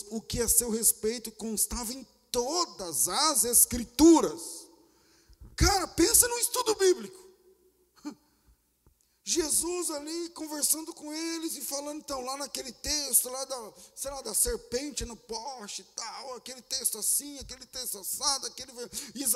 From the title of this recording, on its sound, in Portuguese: Culto ao vivo